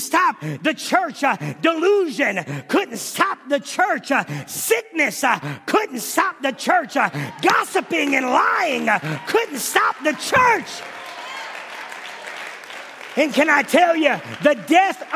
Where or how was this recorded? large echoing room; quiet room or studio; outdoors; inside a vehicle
large echoing room